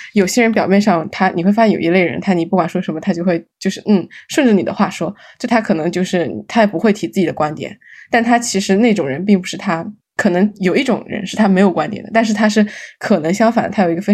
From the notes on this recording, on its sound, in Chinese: 本期节目为线上录制。